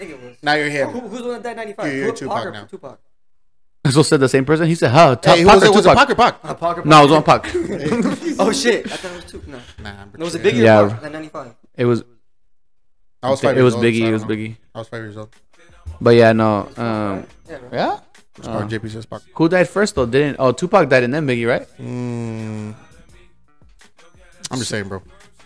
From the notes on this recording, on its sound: Audio quality a little low sorry in advance!